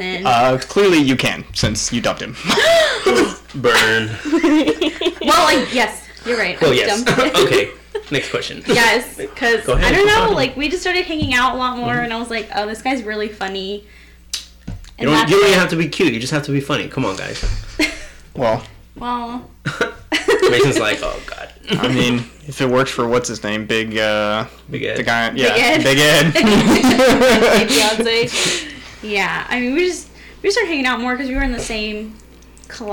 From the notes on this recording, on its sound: Please forgive the grainy audio as we were all dealing with a new recording software.